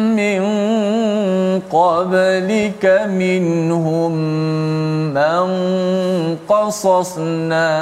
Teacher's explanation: nun itu disembunyikan makhrajnya maknanya hujung lidah tu tak kena langit masa mati · Term: Ikhfa